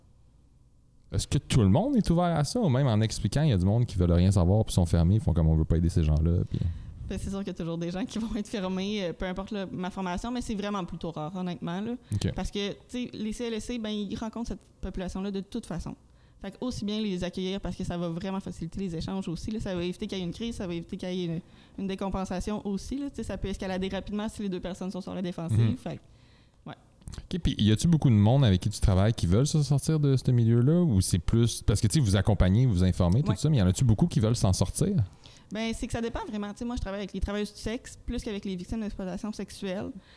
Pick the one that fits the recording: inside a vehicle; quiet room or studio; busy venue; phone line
busy venue